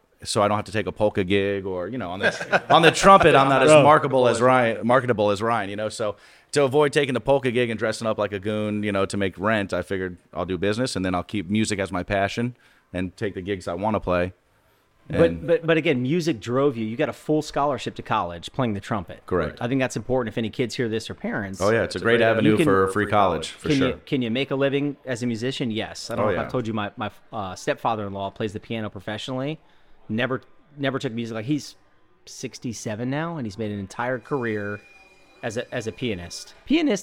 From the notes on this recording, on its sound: Join us for a very merry episode live from Lynch's Irish Pub in Jacksonville, Florida.